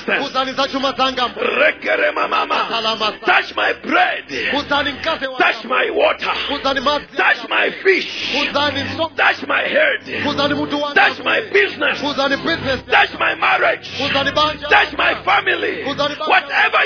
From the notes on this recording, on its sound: Preached During the Week of Jubilee at Word Alive Blantyre City Church on 9th February 2023